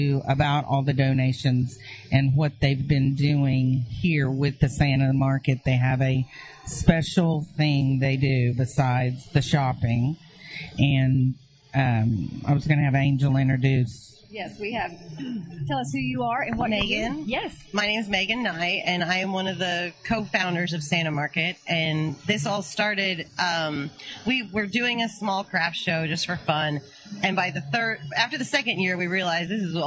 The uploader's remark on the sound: LIVE REMOTE! At The Santa Market – State Fair Park. On FREEDOM 96.9FM, Oklahoma’s Talk Radio.